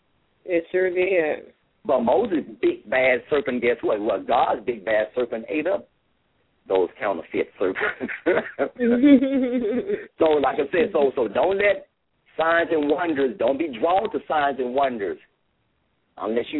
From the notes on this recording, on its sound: LML uses a progressive live call in format.